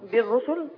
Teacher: اي كسر بعديه ضم بيبقى فيه ثقل في الانتقال من نهايه الكسر للضم